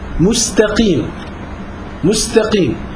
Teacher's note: يعني اعتني بترقيق السين فلا نفخمها فلا تصبح صادا